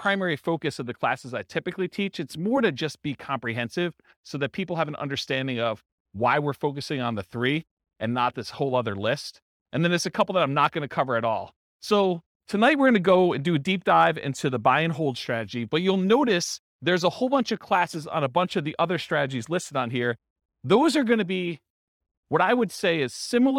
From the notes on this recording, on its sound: This was a live class recorded